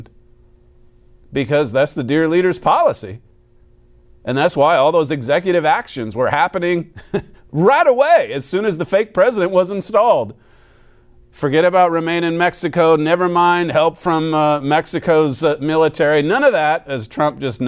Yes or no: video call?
no